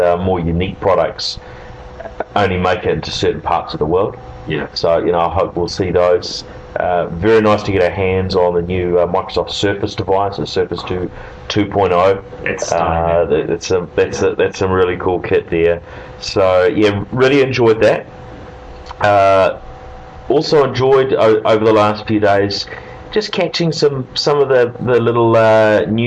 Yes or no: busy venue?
yes